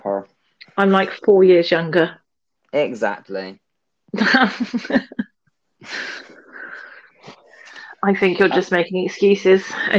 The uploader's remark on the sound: we did have some technical issues today!